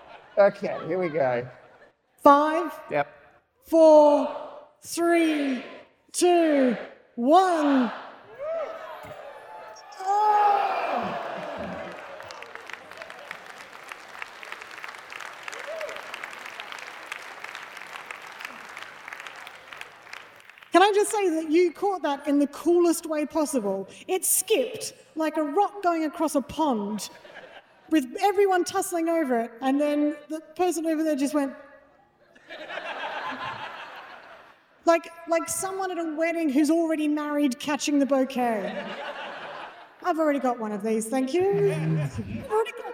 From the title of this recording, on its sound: live at Bluedot Festival